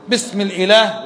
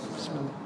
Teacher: فحذفت الهمزة من كلمة الإله للتسهيل عشان نقول الله · Shown in: second take